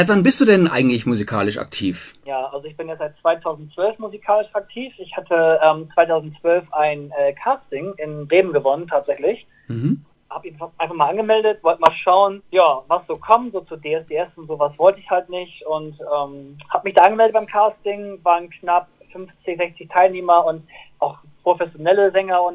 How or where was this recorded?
phone line